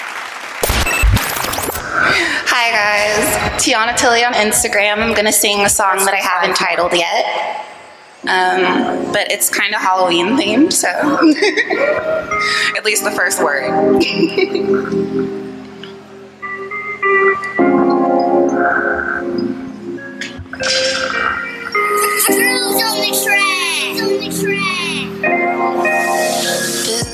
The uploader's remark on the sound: "Hang On to the Dream Open Mic Mondays" at the Hang On to the Dream Theatre in Hollywood, CA is an opportunity for singers and bands from across the country, and around the world, to come and perform. Taped live every Monday night.